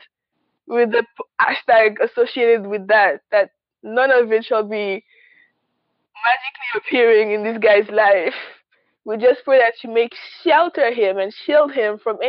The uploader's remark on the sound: Sorry for the poor audio